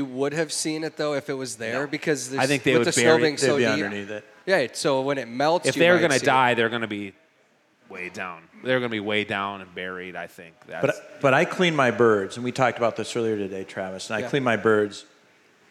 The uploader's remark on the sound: For a live show at Bear Cave Brewing in Hopkins, MN.